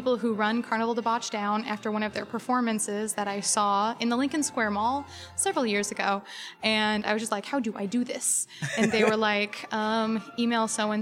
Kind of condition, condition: setting, busy venue